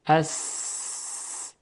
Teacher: وقتی سین رو تلفظ میکنیم و صدای اون رو قدری میکشیم، میبینیم که هیچ ارتعاشی در تارهای صوتی وجود نداره. صرفاً هوا از میان تارهای صوتی عبور میکنه، این تارها این هوا رو کنترل میکنن. · Term: همس